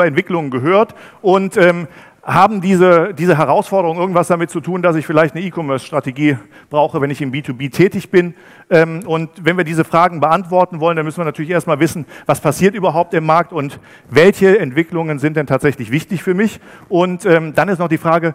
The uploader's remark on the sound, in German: Ist spontan beim Digital Commerce Day für einen anderen Speaker eingesprungen und hat einen denkwürdigen Vortrag zum Ende des Großhandels gehalten.